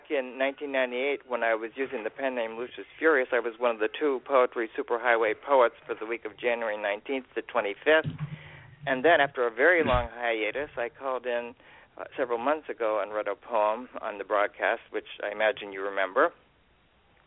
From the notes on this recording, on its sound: We closed out our 2015 open poetry reading with callers from Pelham, Alabama. Elkins Park, Pennsylvanie, Laguna Niguel, Calfornia, Evanston, Illinois, Topanga, California, and Birmingham, Alabama.